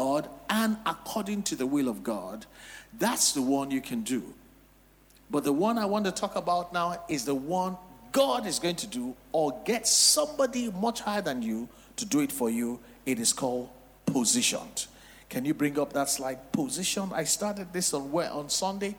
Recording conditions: large echoing room